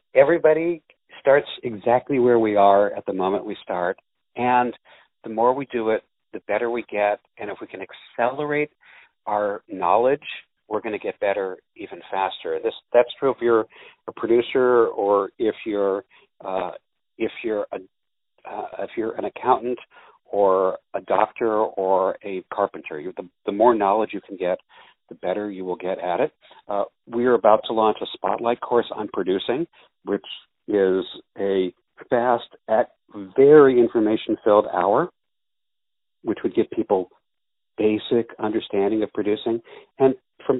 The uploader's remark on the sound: On the phone